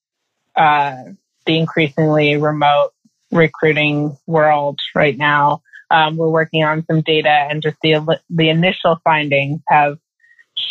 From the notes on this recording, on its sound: sits down (to a Zoom call)